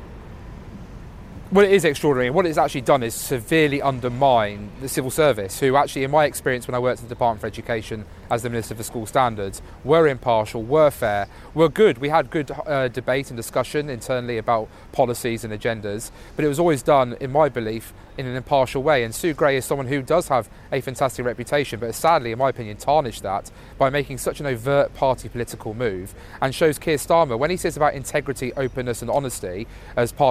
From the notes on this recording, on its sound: live from College Green